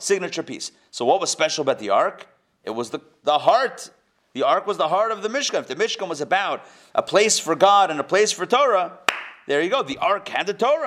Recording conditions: live audience